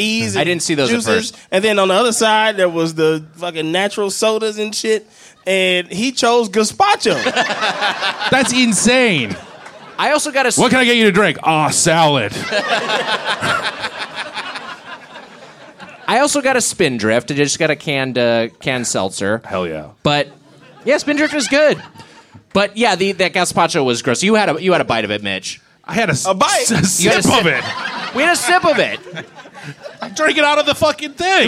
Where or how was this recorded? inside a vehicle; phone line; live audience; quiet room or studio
live audience